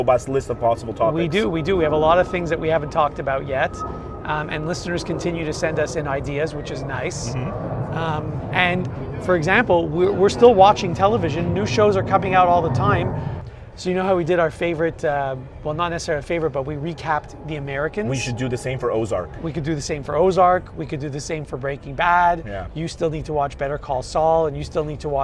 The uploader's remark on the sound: Recorded on location from the pool at the Wynn hotel in Las Vegas.